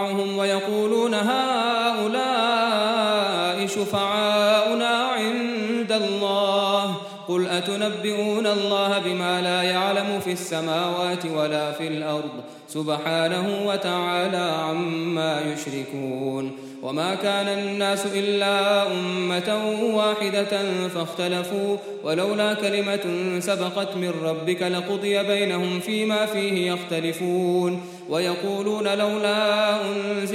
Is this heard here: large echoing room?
yes